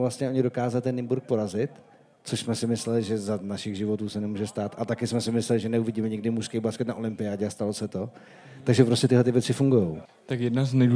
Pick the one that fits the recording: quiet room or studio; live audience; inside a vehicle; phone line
live audience